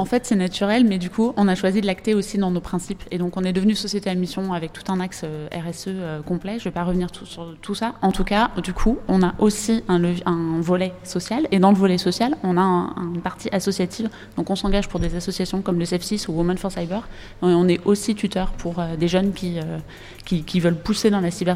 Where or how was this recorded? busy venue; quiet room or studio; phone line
busy venue